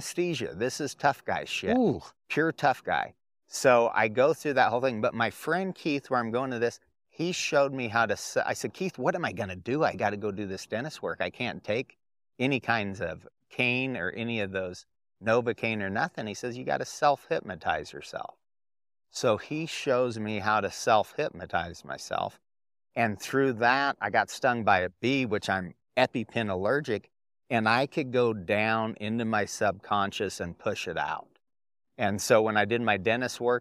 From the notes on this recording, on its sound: under the shade of a couple pine trees, just outside the Torrington Wyoming Farm, Ranch and Hemp Expo and we had a great chat